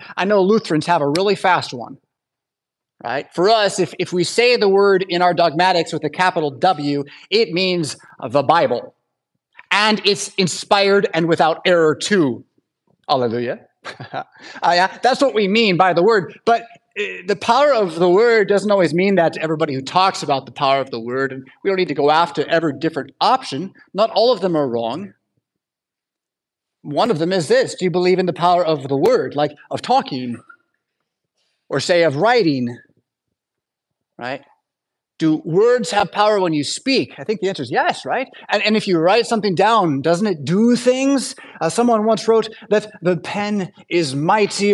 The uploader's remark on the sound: Preached at St Paul Lutheran Church , Rockford, Illinois on Sunday November 12th, 2023.